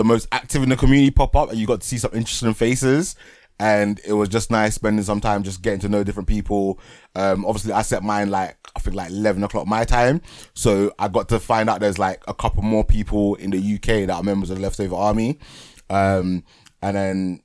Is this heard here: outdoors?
no